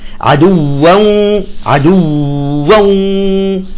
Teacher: الواو الأولى بدون غنة، الثانية بالغنة · Term: إدغام بغنة